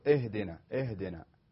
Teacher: بعض الناس يقول اهدنا اهدنا، يعني يفخم الهاء ويفخم الهمزة أيضا. والصحيح أن تقرأ مرققة اهدنا الصراط المستقيم.